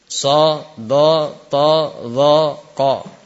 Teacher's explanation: Yang tebal jika setelahnya huruf bunyinya o.